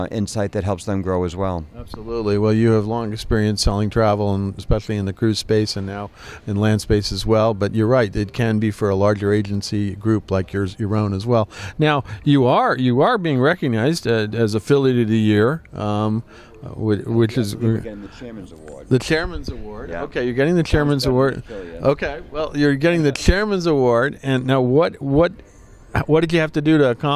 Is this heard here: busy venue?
yes